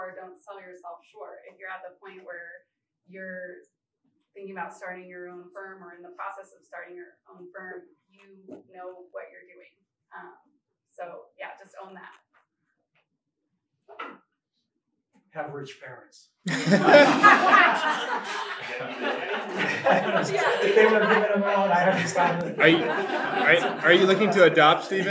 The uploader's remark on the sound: In this first live, public recording of Architect-ing during Denver Design Week. Panel discussion and audience Q&A.